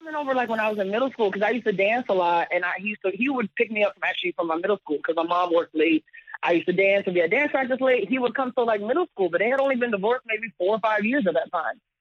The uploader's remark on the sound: they even opened up the phone lines